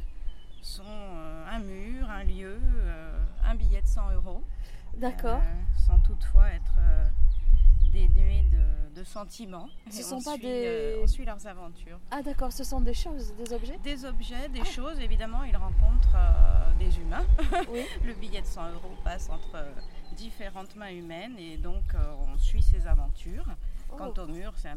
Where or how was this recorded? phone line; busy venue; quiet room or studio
busy venue